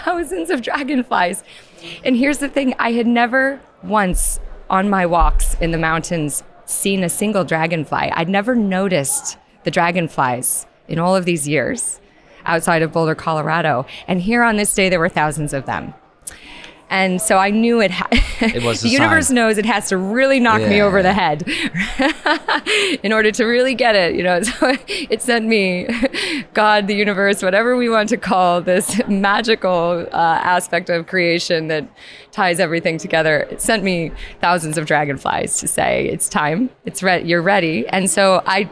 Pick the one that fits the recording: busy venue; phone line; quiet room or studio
busy venue